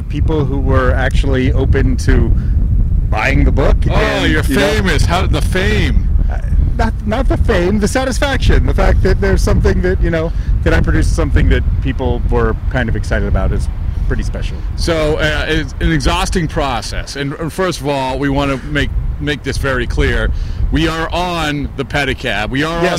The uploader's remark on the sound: Reporters in Rickshaws. While riding through the streets of Boston courtesy Boston Bike Taxi and Lord Hobo Brewing.